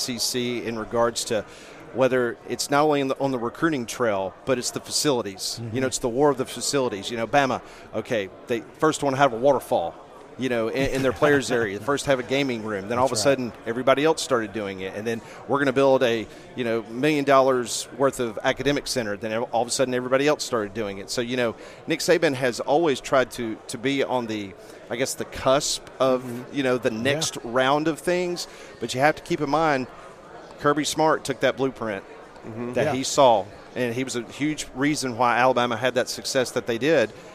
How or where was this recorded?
busy venue